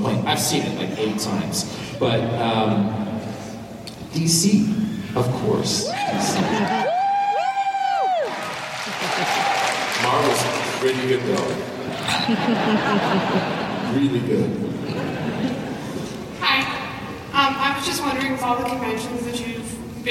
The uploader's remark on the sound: Q&A session from Planet Comicon!